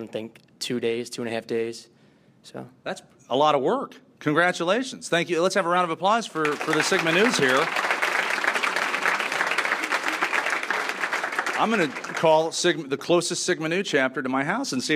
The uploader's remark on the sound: This episode begins in front of a live studio audience at Bradley University. Feature interviews continue from Bradley.